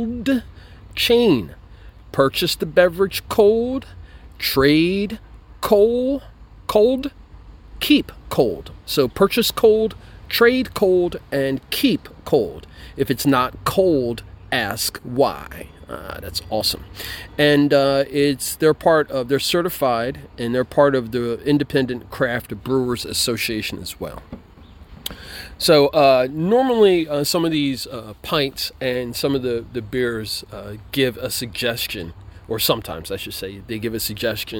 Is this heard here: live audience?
no